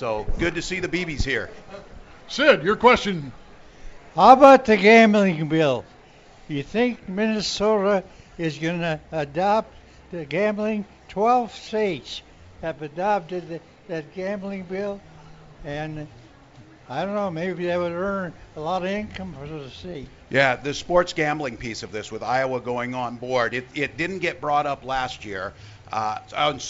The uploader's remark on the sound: live at the state fair